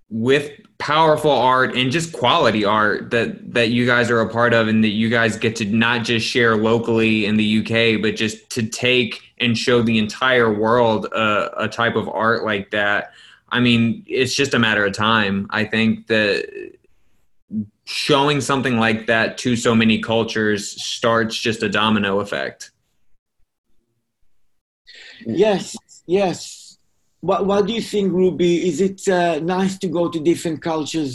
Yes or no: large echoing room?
no